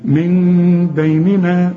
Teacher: شوف من بيننا، ما تقولش من بيننا وتضرب لسانك في حلق بقك وتطلعها نون خالصة، ولا تقفل شفايفك علشان تطلع ميم خالصة، لا، انفراج في الشفايف · Term: إقلاب